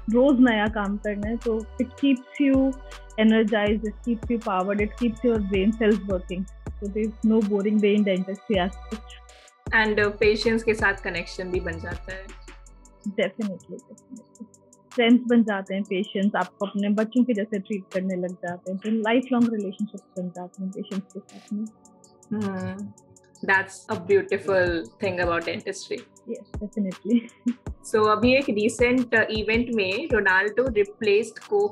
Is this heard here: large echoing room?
no